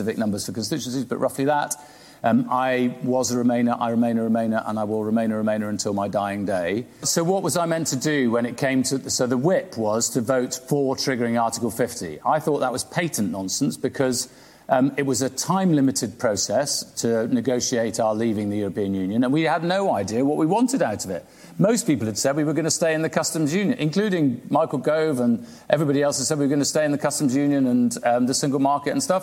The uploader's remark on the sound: This conversation was recorded at the winter Cambridge Literary festival in December